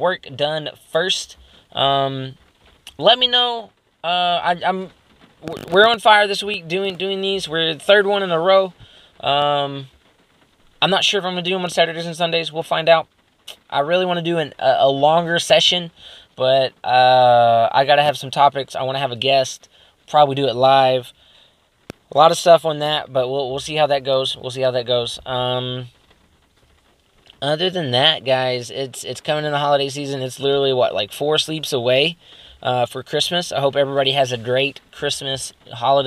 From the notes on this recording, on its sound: Recorded using an Excelvan R1 Condenser Mini On a Samsung Note 8